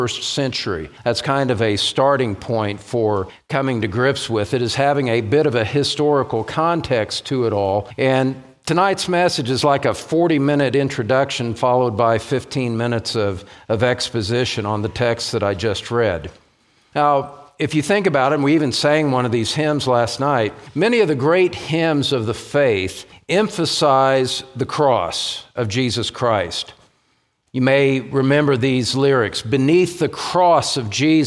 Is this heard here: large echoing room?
yes